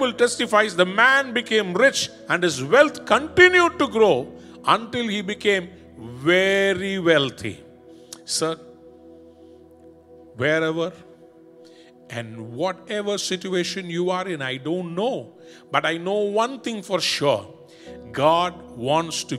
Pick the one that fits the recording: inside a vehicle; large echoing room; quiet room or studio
large echoing room